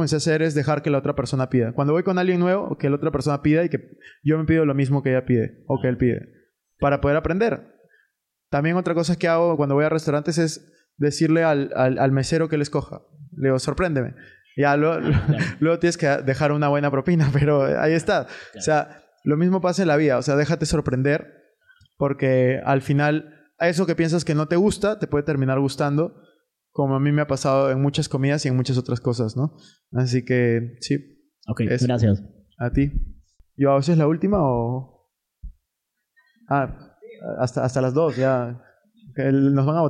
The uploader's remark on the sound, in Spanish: En este episodio respondemos en vivo todas las preguntas hechas en el Taller de Inteligencia Financiera.